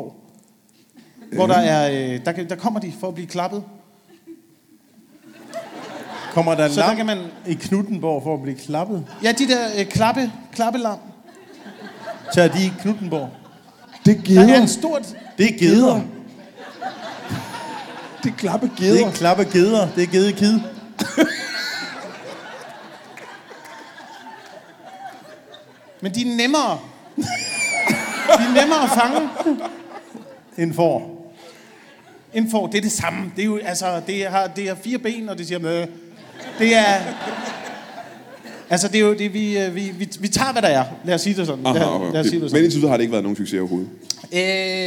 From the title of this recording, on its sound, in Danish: LIVE fra Kjellerup